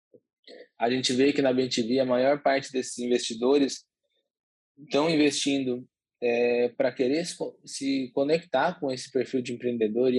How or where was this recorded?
video call